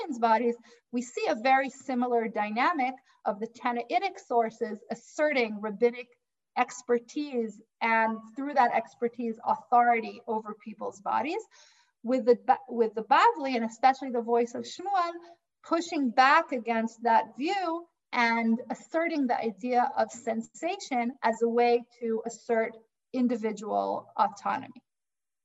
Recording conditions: video call